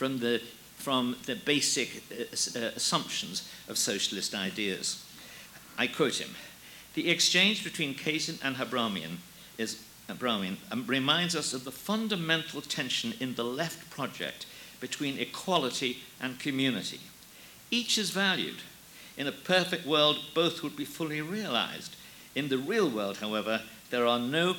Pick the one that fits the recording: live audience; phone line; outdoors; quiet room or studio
live audience